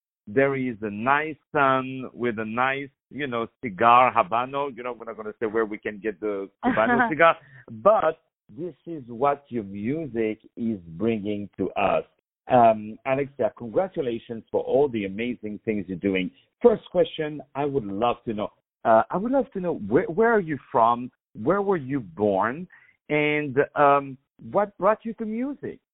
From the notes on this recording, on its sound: On the phone